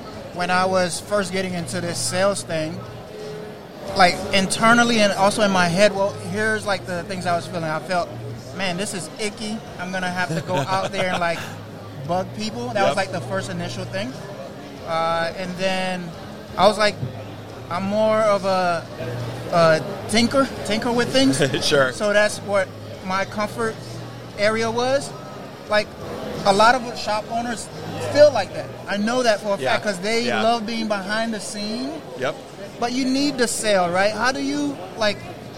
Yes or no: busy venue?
yes